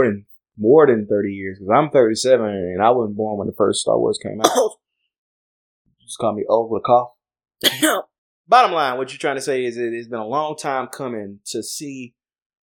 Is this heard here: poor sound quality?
yes